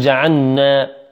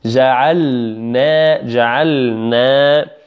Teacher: هذا إن شاء الله تحفظونه، ونحاول إن شاء الله هنا بعض التنبيهات هنا إلى بيان اللام من النون في قول الله عز وجل وجعلنا، هنا تكررت، لا نقول جعلنا، لا، لابد من بيان اللام من النون لأن المخرجين قريبين من بعضهما · Shown in: second take